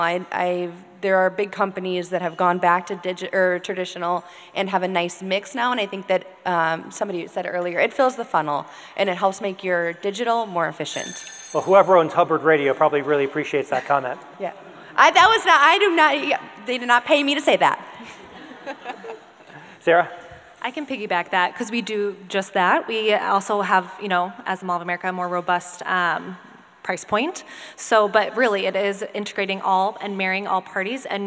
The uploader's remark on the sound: Recorded Live from Hubbard Digital Academy.